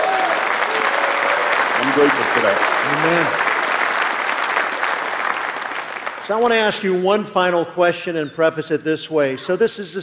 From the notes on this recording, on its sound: In this live message from the Kingdom Men's Gathering. Live from the KMG conference.